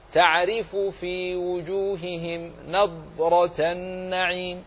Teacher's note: فالراء في تعرف مرققة لأنها مكسورة، نظرة النعيم الراء مفخمة